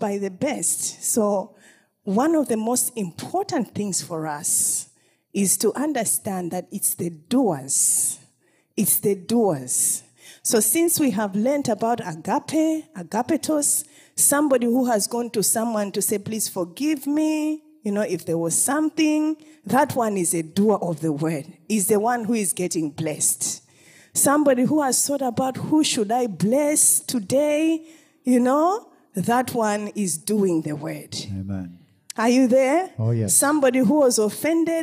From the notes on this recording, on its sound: This episode was extracted from our Live Church Service on 30_05_2021